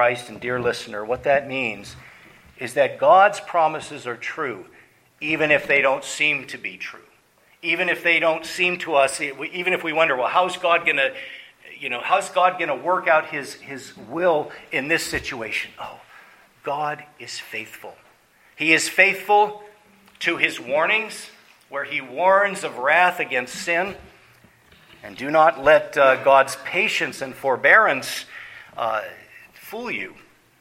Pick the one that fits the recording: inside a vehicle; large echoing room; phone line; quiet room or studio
large echoing room